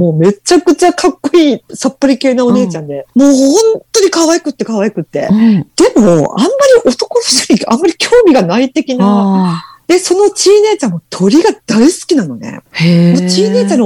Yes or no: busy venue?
no